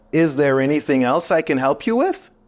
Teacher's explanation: there's a rising intonation at the end of this question